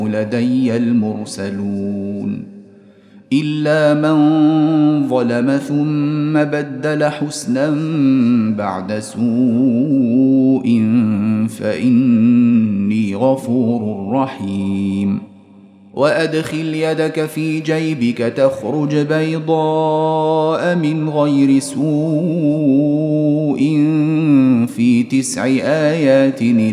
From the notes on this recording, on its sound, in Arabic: مسجل من صلاة التراويح بمسجد السلام بحي مشرفة بجدة.